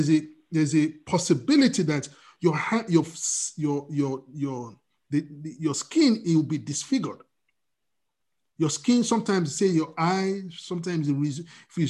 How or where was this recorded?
video call